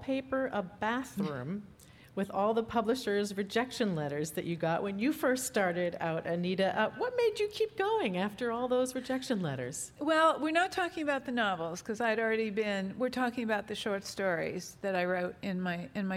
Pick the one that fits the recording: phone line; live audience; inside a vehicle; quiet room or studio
live audience